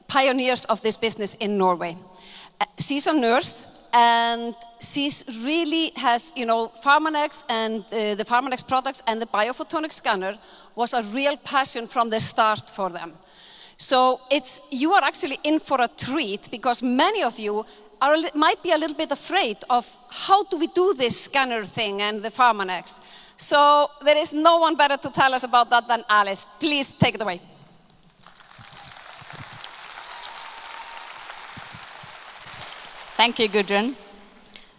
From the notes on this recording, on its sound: This video is from the Maze panel at Success Summit 2019